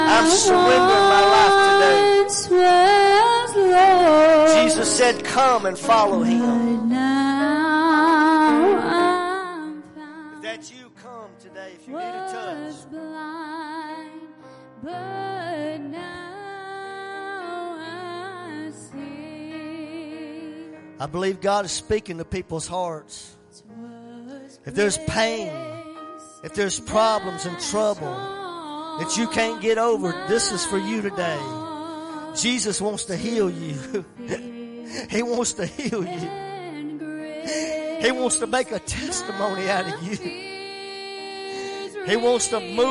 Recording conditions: large echoing room